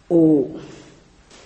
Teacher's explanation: Is it clear? And here, A and U, these two letters, two sounds, when they come together, and as per the grammatical euphonic law of combination, phonetic rule, it becomes O.